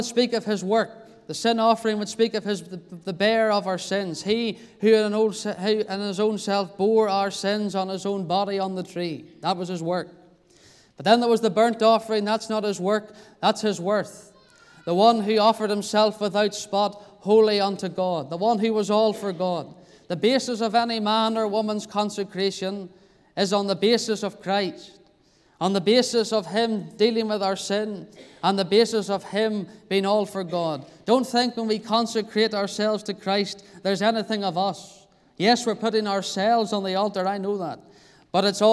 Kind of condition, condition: setting, large echoing room